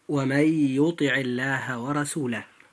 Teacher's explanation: لفظ الجلالة نجدها مرققة لمجيئها بعد العين الموجودة في كلمة يطع، وهذه العين مكسورة. فإذا جاءت اللام في لفظ الجلالة بعد حرف مكسور فيجب أن ترقق هذه اللام عند النطق، فننطقها هكذا.